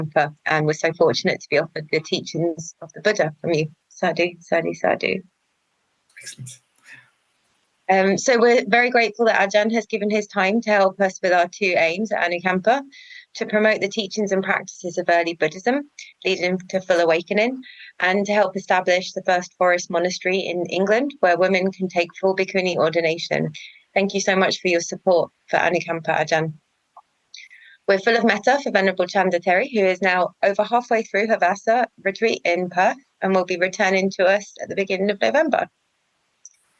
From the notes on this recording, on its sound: via video conference for Anukampa